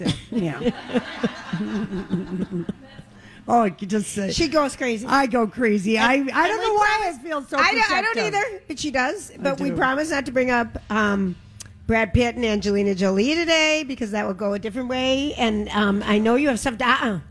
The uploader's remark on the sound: LIVE From El Burrito Mercado.